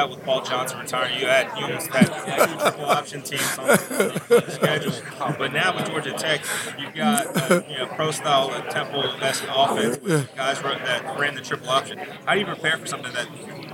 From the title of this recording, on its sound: Live from AAC Media Days